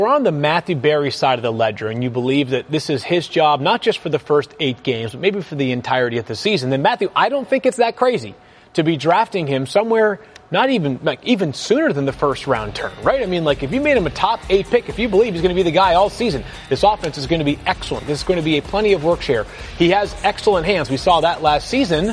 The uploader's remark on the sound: Live from the Fantasy Marathon